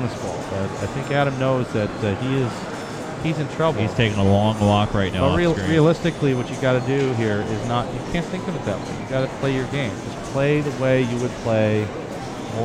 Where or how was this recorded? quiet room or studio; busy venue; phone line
busy venue